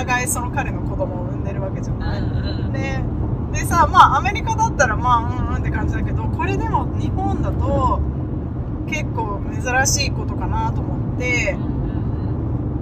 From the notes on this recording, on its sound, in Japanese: ドライブトーク！今週はアリゾナ州フェニックスから、マリコパという町までのドライブ中に収録をしました！ （雑音が多くて聞きづらかったらごめんなさい。。。）。車から見える景色をできるだけ言葉で説明しつつ。